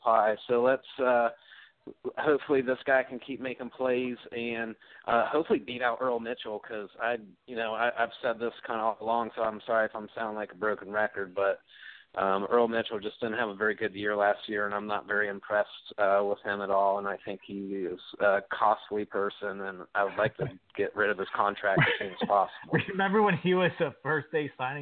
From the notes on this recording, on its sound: as we do each week, we'll answer your phone calls